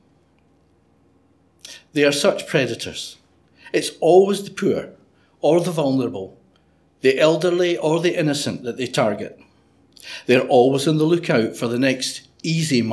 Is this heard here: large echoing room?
yes